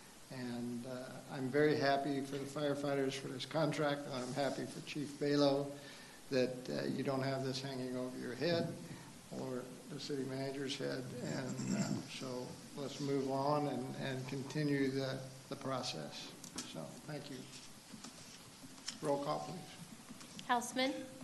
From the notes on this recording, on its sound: This is a live recording of the Collinsville City Council.